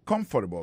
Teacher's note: Accent tombé sous premier syllabe.